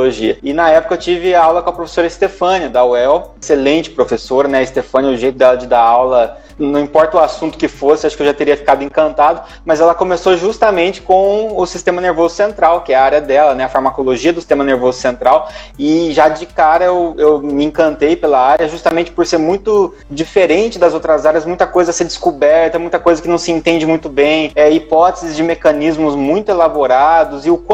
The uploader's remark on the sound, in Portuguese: Este episódio e a extração do áudio da live. No projeto Neuro a/Live.